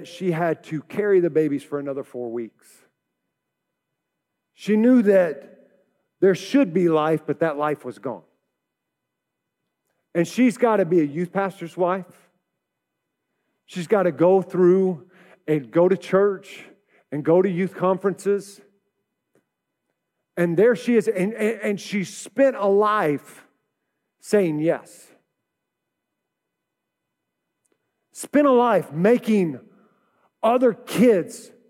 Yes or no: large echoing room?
yes